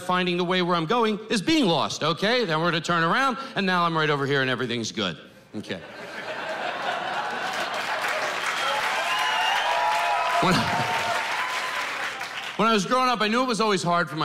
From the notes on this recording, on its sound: In this caustic comedy special. Makes audiences howl.